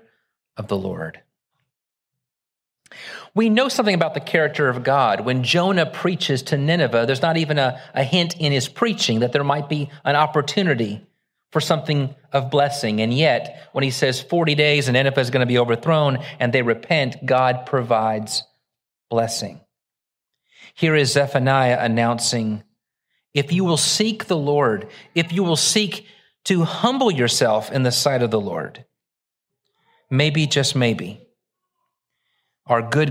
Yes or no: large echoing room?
yes